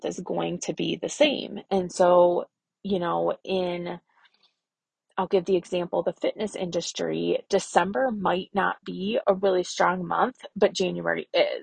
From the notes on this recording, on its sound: I tried to record this podcast 6 times and finally ended up recording it in my car, strapped for time.